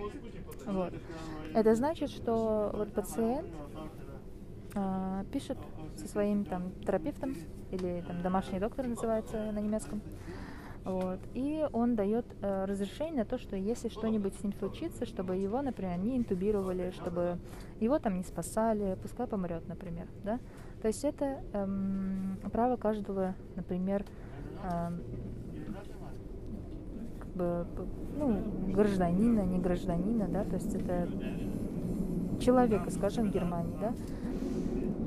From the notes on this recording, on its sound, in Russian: После утренней смены в поезде рассказываю о своём дне. Несмотря на качество звука и уставшей, но все же счастливой меня, решила поделиться своими впечатлениями после работы.